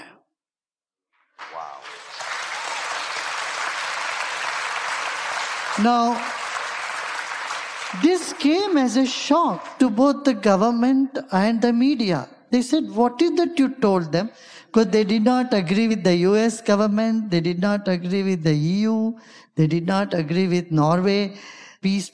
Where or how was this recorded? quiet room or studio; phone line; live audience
live audience